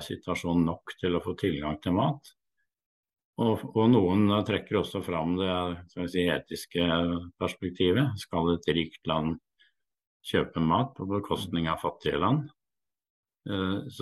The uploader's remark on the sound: Live Zoom.